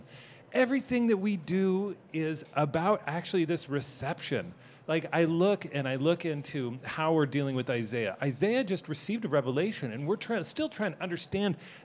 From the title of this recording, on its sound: Live from SEEK 2019